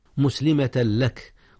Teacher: من ذريتنا، ربنا واجعلنا مسلمين لك ومن ذريتنا أمة مسلمة، هنا إدغام يا أستاذنا، أدغم تنوين أمة في ميم مسلمة، حيث كان هكذا إدغاما بغنة أمة مسلمة، مسلمة لك، مسلمة لك، جاء الإدغام هنا يا أستاذنا، ولكنه بغير غنة، أدغم التنوين في اللام، واللام ليس من أحرف الغنة